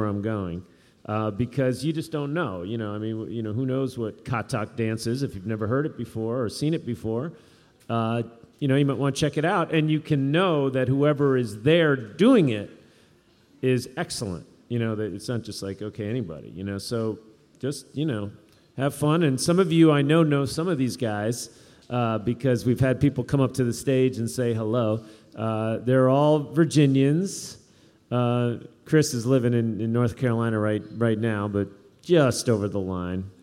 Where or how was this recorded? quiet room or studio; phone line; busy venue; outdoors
busy venue